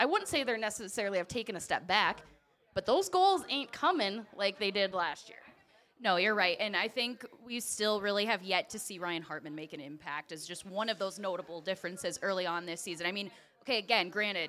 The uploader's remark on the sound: went live from Dukes Pizza-Pub-Grill in Oakville